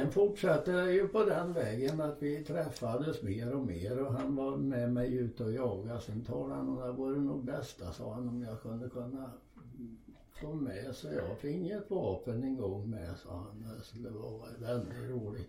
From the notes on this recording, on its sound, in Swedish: Vi hade viss strul med ljudet men vi har gjort så gott vi kunnat och hoppas att det ska fungera ändå.